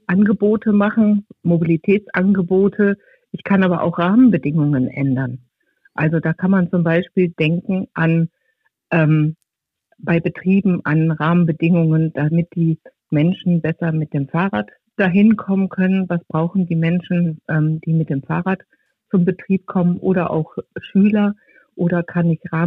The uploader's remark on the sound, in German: Wir sprechen mit Expert:innen aus der Stadtverwaltung und haben externe Interviewpartner:innen am Telefon zugeschaltet.